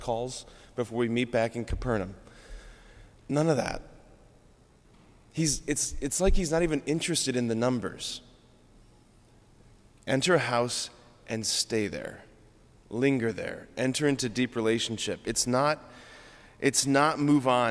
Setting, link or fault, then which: setting, large echoing room